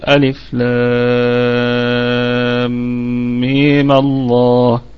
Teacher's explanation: طيب، أنا عموما هنقول الثلاث أوجه اللي عندنا. الأول هو فتحة عارضة على الميم تتناسب مع لام لفظ الجلالة المفخمة، يبقى هتقصر الميم فتصير ألف لام ميم الله.